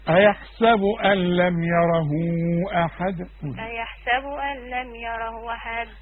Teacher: الميم لا تغن ما دام عليها السكون